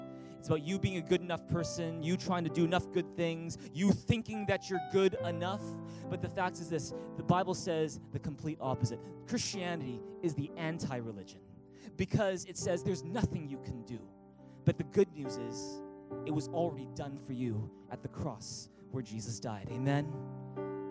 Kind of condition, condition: setting, large echoing room